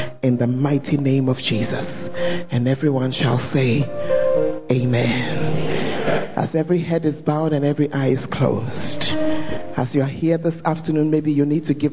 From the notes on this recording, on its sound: Preached At The Firstlove Centre, Ayeduase (Gathering Service)